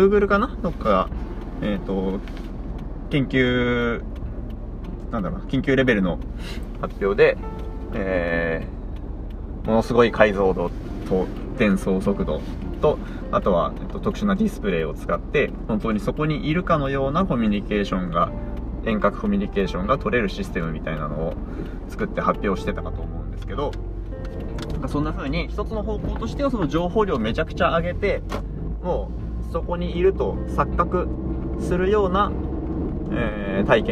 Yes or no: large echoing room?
no